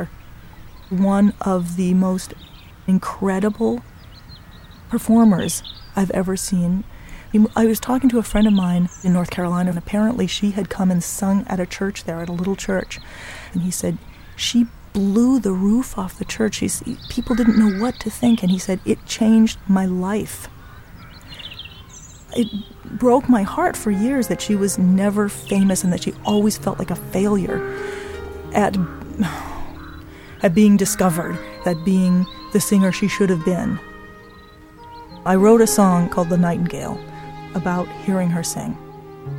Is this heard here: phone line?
no